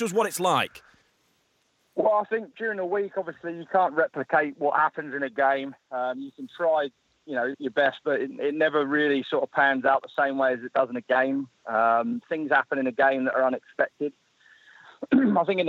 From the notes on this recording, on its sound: We go live via the telephone. After the first attempt to connect ended in a narrow escape for the producer.